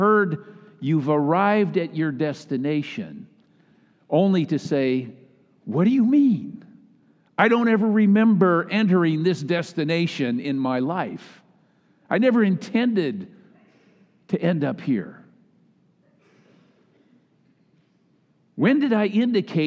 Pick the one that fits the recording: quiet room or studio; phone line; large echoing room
large echoing room